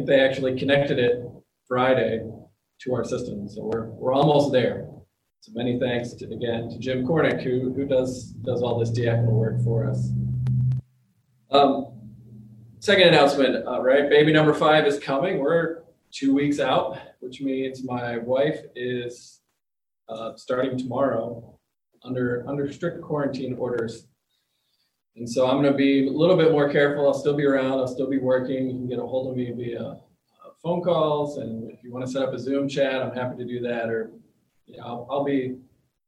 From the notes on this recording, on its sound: The audio includes the entire service.